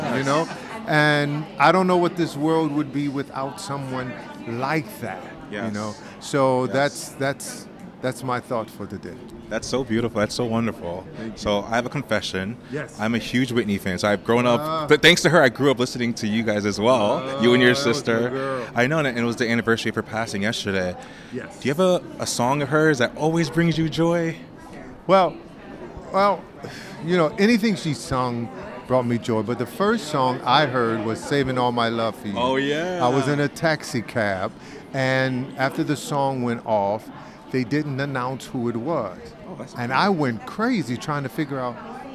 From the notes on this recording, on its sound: Live from The Black Theatre Coalition Inaugural Gala. Islive on the red carpet at The Black Theatre Coalition Inaugural Gala.